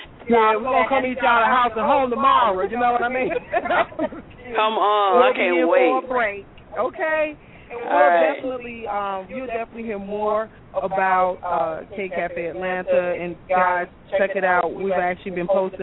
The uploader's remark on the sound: The Annual Black Gay Pride Fest in Atlanta is the largest in the U.S. Live remote broadcast with celebrity interviews, event promoters and party goers live at various events in the city.